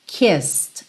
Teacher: O E não é pronunciado. Então, do S, você vai pro D.